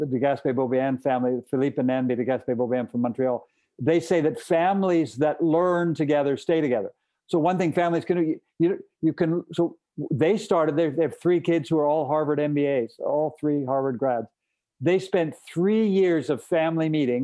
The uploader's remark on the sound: sat down virtually